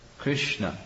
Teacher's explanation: it's called the cerebral, meaning the tongue goes to the roof of the mouth.